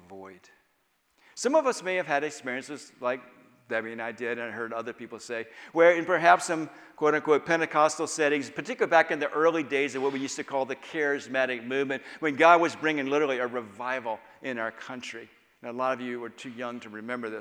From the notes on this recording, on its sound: Final Session of All Souls' Ignite Conference (Inner Healing) Weekend.